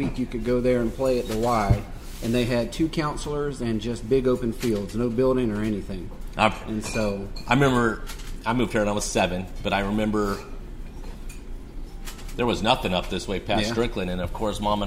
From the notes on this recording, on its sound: Is live on location at Taylor's Wine Shop in N. Raleigh.